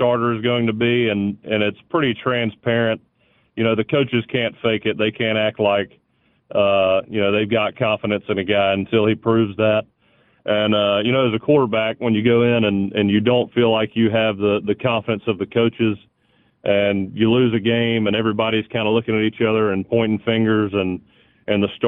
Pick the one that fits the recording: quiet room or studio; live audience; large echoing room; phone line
phone line